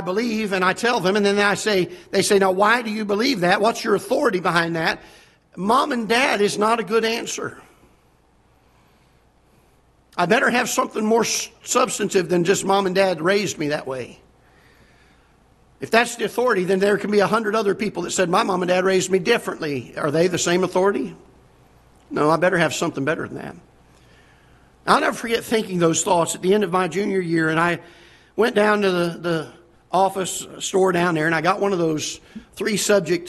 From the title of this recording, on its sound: Ketha Heights Baptist Church ~ Live Broadcast